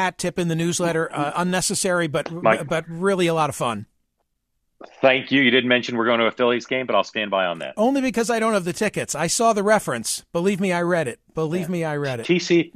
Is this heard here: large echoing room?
no